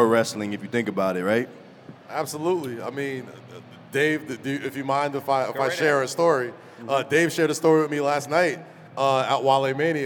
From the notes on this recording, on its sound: live at the WrestleMania Superstore